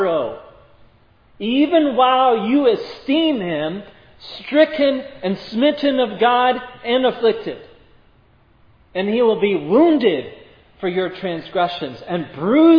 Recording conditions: large echoing room